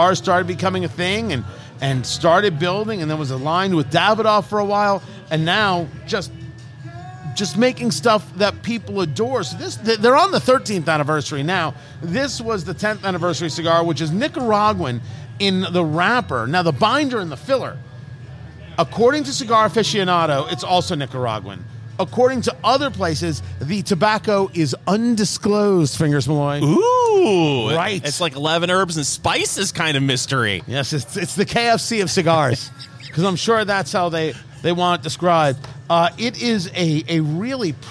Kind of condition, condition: setting, busy venue